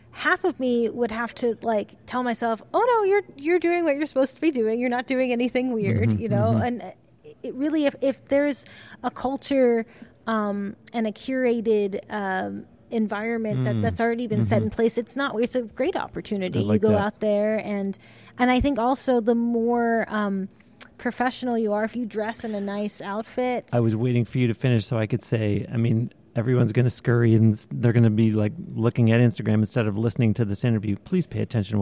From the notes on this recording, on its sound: This episode was recorded on-location in Anaheim, California, at the NAMM Show, where she had just performed.